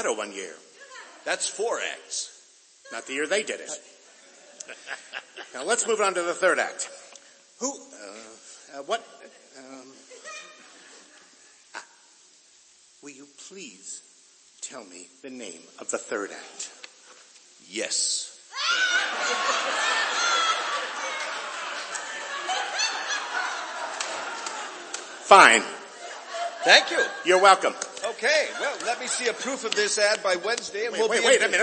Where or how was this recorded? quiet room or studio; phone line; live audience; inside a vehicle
live audience